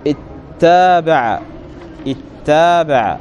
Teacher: فإن كان الفعل ماضيا نحو تتابع جاز الإدغام للتخفيف واجتلاب همزة الوصل، يعني من أجل التخفيف، فتقول اتابع، اتابع، يعني أدغم التاء في التاء، هذا في الماضي